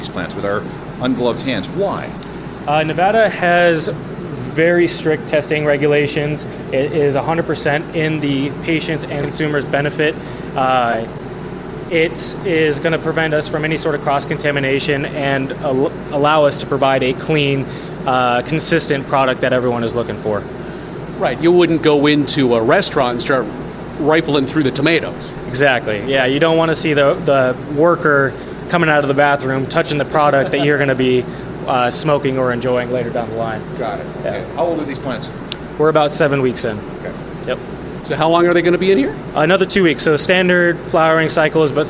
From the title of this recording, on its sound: Live from CES 2019